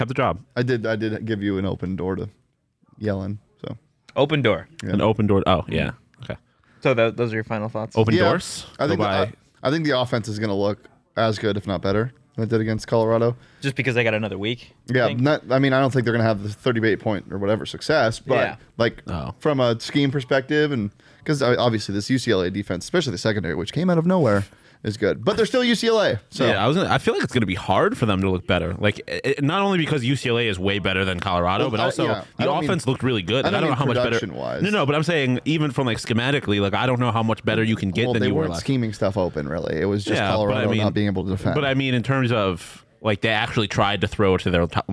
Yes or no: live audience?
no